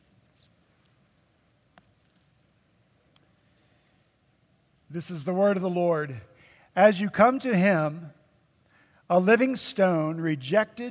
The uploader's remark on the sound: At Redeemer Presbyterian Church in Charleston, SC, our senior pastor preached in his sermon series.